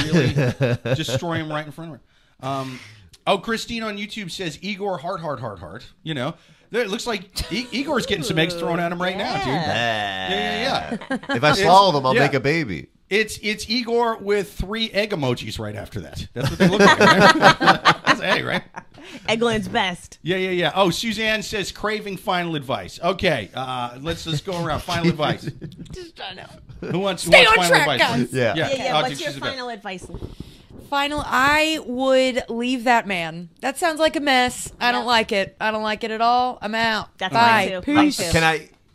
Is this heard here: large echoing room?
no